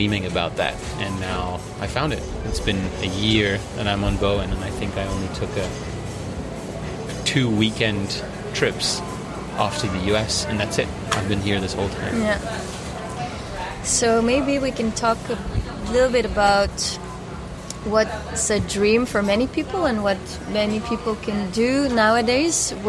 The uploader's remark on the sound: It was another windy day, please be aware of the background loud noises, sincere apologies!